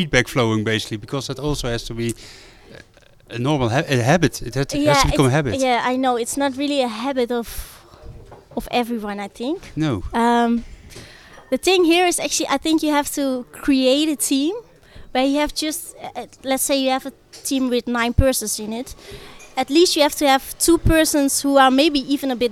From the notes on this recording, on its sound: Spaces Summit 2019. We share quotes from the audience with you. We set-up our mobile studio equipment the best we could, but as we were at this great location, you might hear some background noise and disturbance.